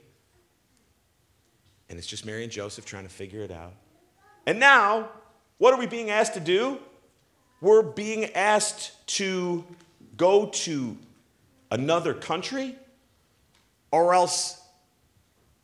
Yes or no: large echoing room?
yes